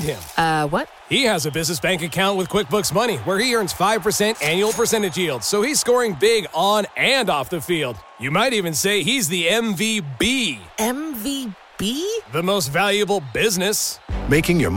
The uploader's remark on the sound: Super Bowl 58 Radio Row Special